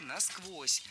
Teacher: Ударение в этом наречии должно падать на второй слог. Насквозь. Так зафиксировано в словарях, только насквозь.